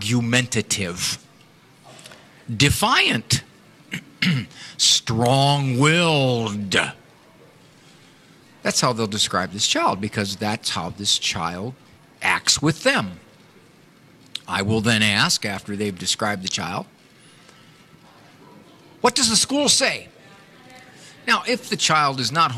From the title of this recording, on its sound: Live from The EWTN Catholic Radio Conference